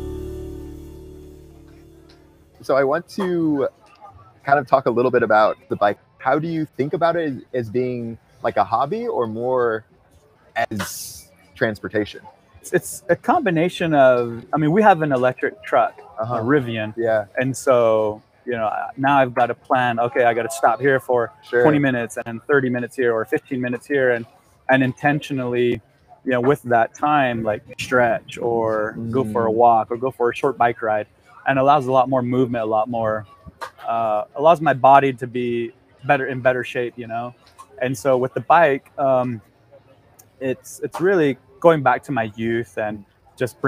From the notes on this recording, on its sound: LIVE FROM CRANKWORX. Audio and video was recorded by Adventure Production.